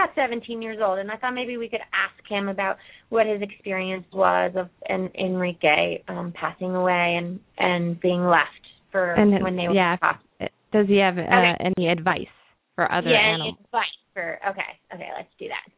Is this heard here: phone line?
yes